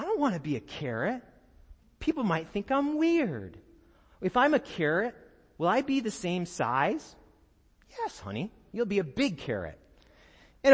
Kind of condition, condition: setting, large echoing room